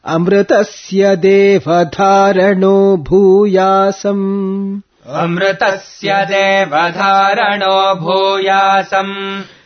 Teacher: Amritasya, sya is not again carrying the downward intonation.